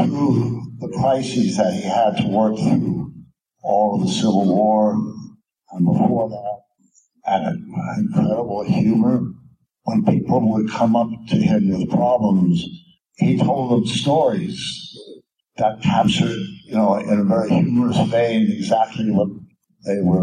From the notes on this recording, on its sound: May be a little rough around the edges but is, hopefully, still enjoyable.